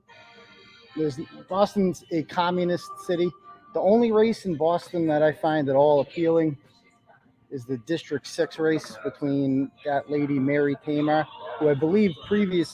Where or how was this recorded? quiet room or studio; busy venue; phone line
busy venue